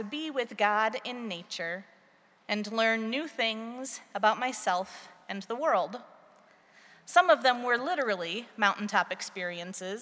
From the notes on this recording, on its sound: preached at our celebration of the Holy Eucharist on Transfiguration Sunday